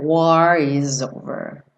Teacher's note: O S do is ganha um sonzinho de Z